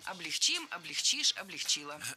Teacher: В глаголе «облегчить» и во всех его формах ударение ставим всегда за корнем, а корень оставляем безударным.